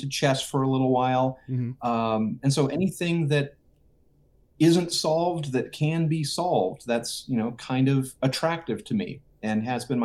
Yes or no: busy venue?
no